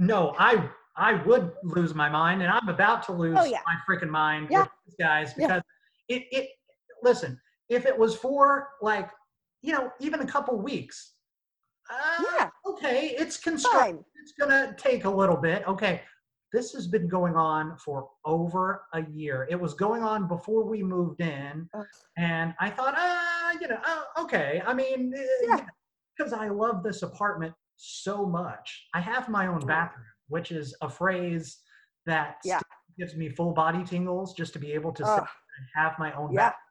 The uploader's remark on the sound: Recorded via Zoom